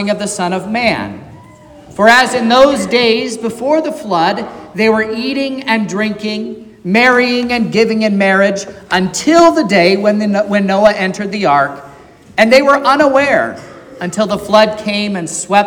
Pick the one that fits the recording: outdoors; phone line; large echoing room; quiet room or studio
large echoing room